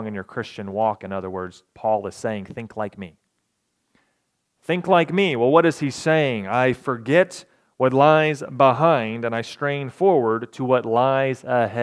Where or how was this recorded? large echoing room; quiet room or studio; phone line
large echoing room